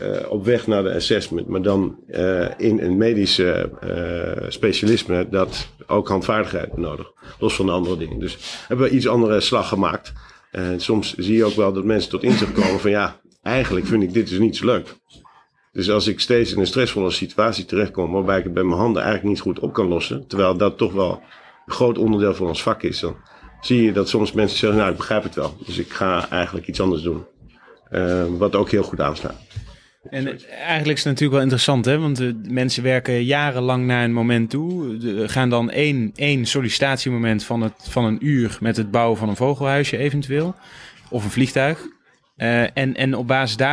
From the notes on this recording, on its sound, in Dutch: Live in een café mét publiek én jonge- en oude klaren.